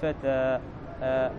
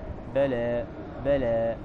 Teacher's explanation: من الياء، فهذا يقال لها الميل، أميلت، يعني لم ينطق بها ألفا خالصة، لم ينطق بها ألفا خالصة، وإنما فيها رائحة الياء · Shown in: second take